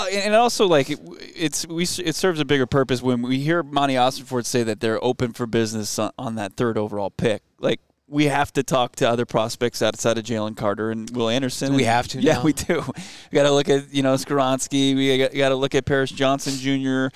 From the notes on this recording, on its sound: LIVE from the NFL Scouting Combine